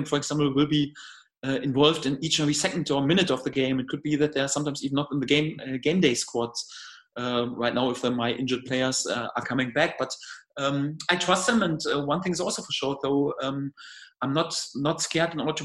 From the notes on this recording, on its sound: Video conference with the media.